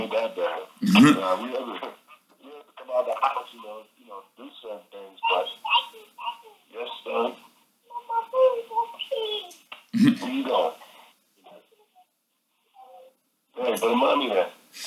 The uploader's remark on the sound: phone interview